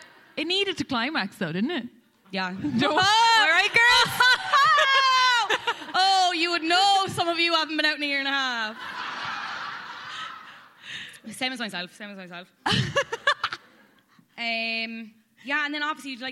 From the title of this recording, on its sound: Live at Liberty Hall